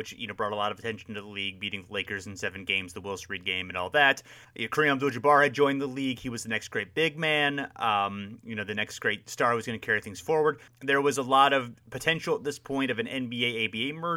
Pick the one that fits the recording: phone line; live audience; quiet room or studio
quiet room or studio